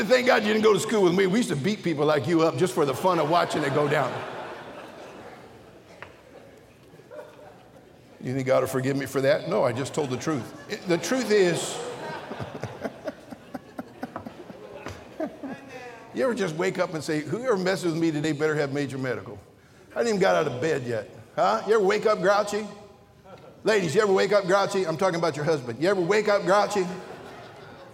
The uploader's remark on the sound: during the Sunday Evening service on October 8, 2023, at North Valley Baptist Church in Santa Clara, California